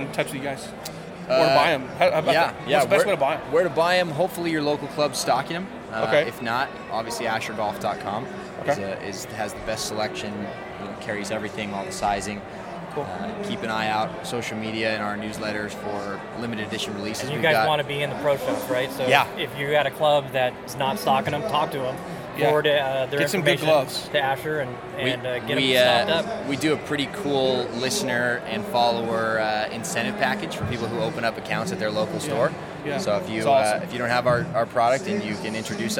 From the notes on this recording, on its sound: Las Vegas PGA Show Interviews. I was a little nervous about how the audio would come out, but that’s is why you invest, heavily at times, in solid equipment! We had a blast walking the floor of the show at the Venitian and at the last minute, I decided to grab our audio recorder and bring it along. The audio came out great.